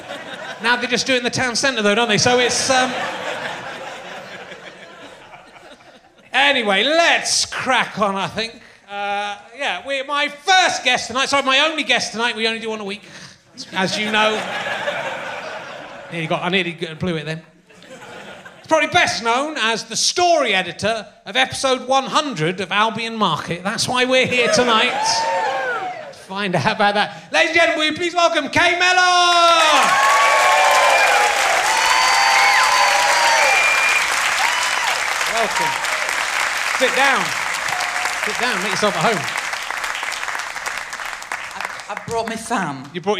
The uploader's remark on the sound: RHLSTP comes to the Long Division Festival at the beautiful Wakefield Theatre Royal